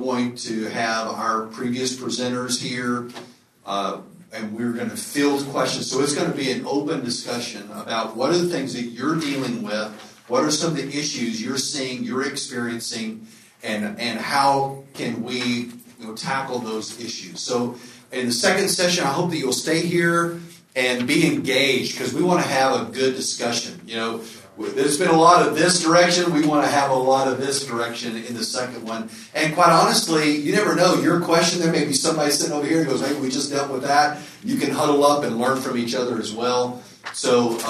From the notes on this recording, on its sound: This episode is from discipleFIRST, recorded at the National Disciple Making Forum.